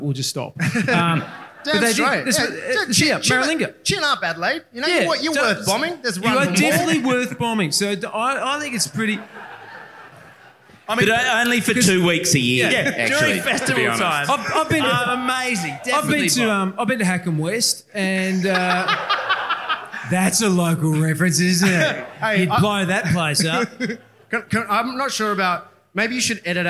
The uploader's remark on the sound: LIVE at Grapes of Mirth